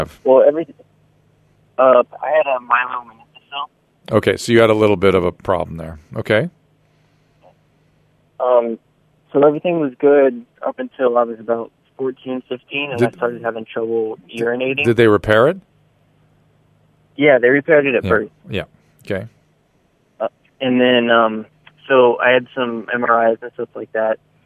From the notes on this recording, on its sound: Listener Calls. Listener phone calls.